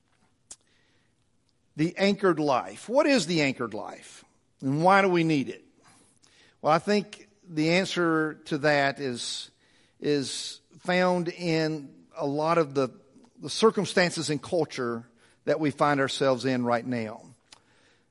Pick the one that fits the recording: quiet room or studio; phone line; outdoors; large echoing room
large echoing room